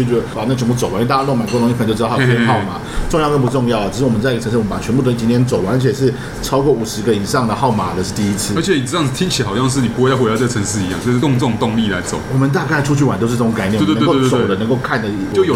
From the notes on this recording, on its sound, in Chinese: 本集白噪音指數：蚊風級 1/5。ABV Bar & Kitchen 內的精釀啤酒們也都安安份份地被收在冰櫃中。錄音地點： ABV Bar & Kitchen 台北日式居酒館。